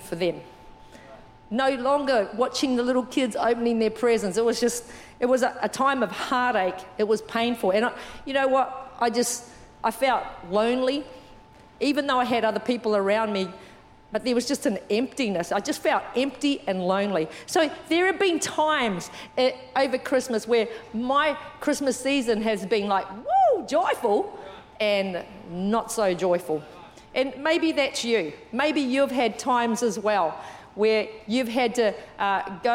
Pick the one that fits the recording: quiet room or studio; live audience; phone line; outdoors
live audience